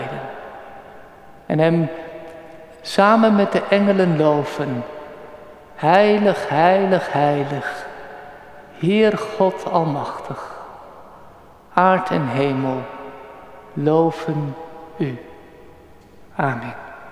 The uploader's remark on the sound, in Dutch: Opgenomen op 16 juli 2023 in de Noorderkerk te Amsterdam.